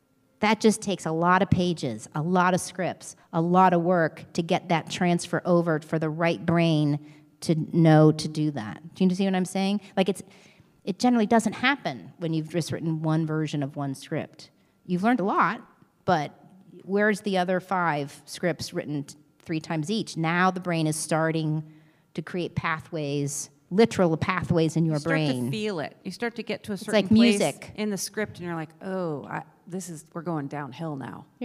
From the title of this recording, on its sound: LIVE Q&A From The SLO Film Festival